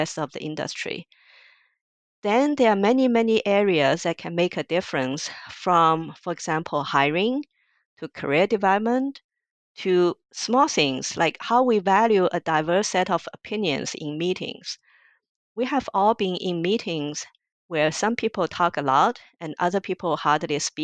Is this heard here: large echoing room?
no